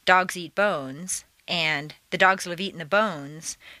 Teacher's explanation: it takes the same amount of time to say both sentences since they have the same number of stresses. The three original words and the rhythm stay the same in these sentences, but the meaning changes as you add more stressed words.